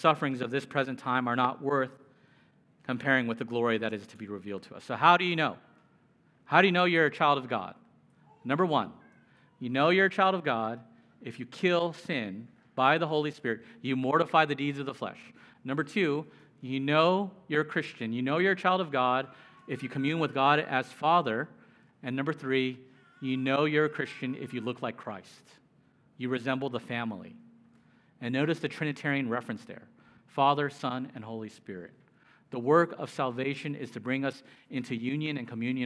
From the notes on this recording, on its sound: Preached. At Immanuel Church of Orange County.